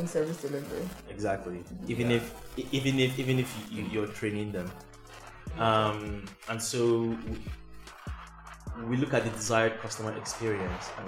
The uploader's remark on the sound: We apologize for this episode's quality. Something broke during recording and we didn't catch it until after.